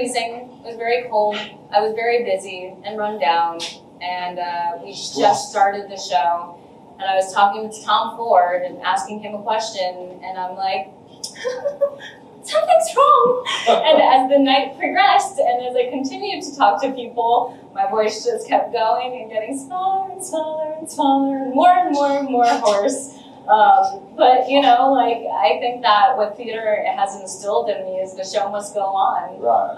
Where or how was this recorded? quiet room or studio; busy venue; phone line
busy venue